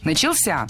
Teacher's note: В этом глаголе ударным должен быть последний слог, возвратная часть «ся», которая, кстати, часто находится под ударением.